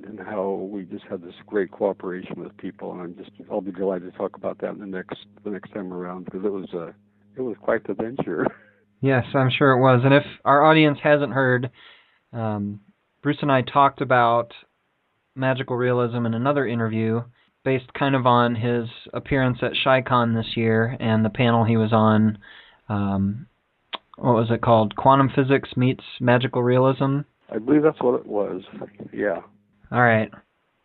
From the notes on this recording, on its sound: the second part of their phone conversation